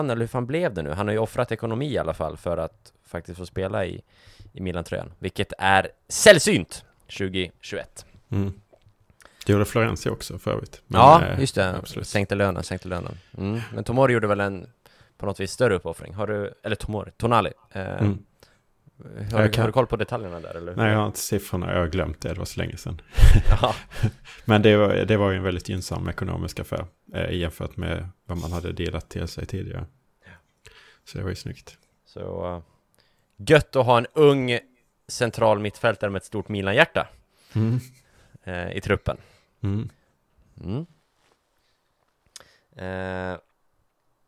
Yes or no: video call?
no